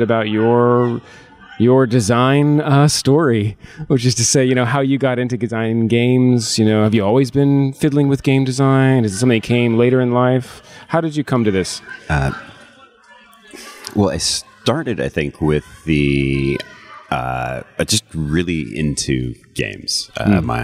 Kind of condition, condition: setting, busy venue